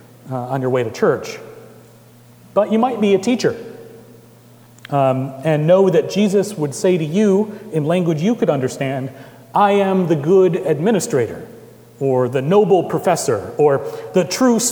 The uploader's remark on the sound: Recorded April 29, 2018 at Trinity Presbyterian Church in Bixby, Okla.